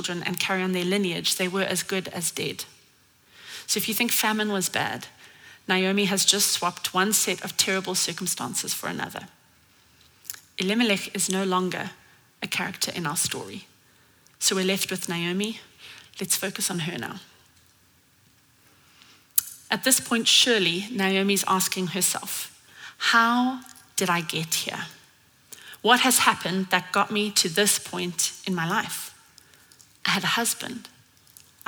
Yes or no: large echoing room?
yes